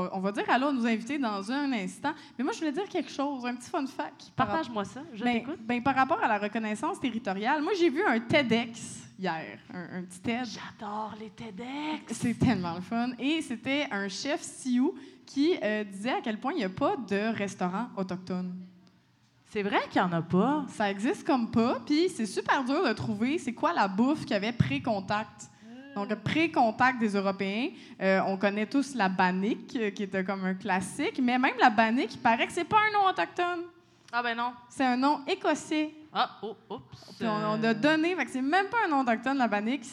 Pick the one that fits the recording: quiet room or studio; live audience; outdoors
live audience